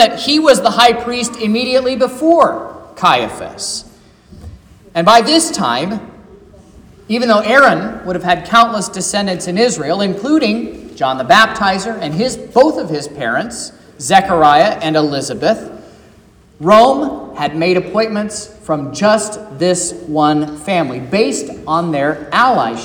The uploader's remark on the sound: This is the sermon preached at Trinity Lutheran Church in Vallonia, Indiana, on Wednesday, March 15th, 2023